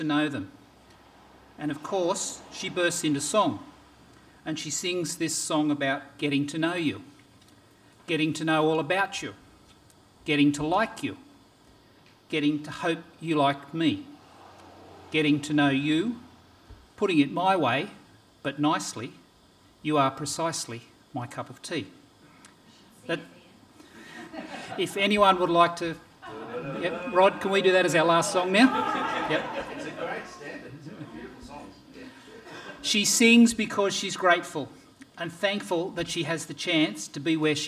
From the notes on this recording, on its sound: This sermon was preached on 21st January 2024 at all services of Helensburgh and Stanwell Park Anglican Church.